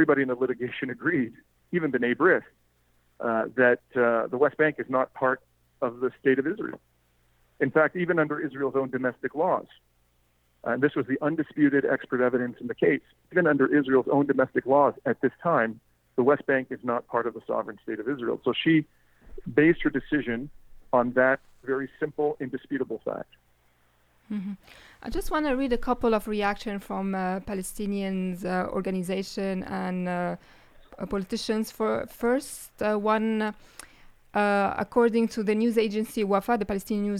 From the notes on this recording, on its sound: joined me on the phone to explain more